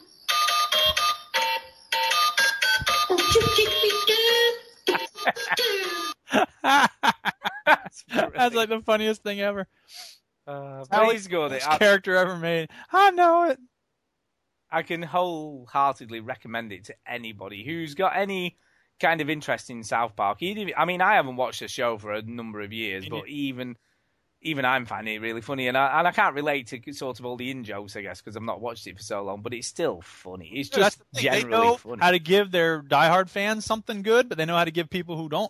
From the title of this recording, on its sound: Live From The M25!